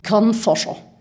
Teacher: Wenn ich sage Kornforscher, dann rutscht die Zunge komplett in den Hals und verengt den Rachenraum. · Term: rückverlagert